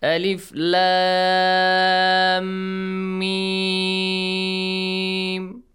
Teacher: But no, it's mandatory. Mandatory mad has to be stretched for six counts.